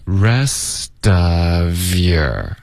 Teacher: 所以 rest 的特会浊化然后连读到 of